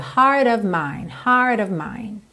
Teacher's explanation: Você quase nem ouve esse of aí